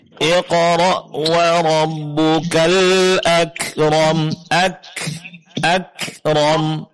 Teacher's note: Akram. Ya, setelah suara tertahan, kemudian setelahnya dikeluarkan sedikit angin ya. Ini untuk huruf kaf. · Term: sifat hamas